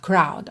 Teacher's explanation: em crowd, o R vem antes da vogal, então vai enrolar, crowd, ok?